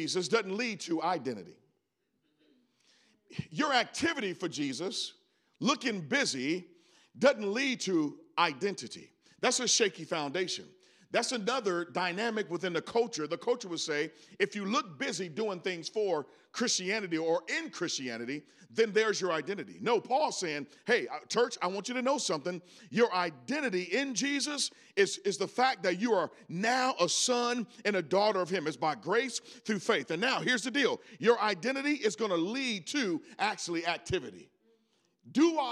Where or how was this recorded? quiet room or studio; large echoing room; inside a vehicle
large echoing room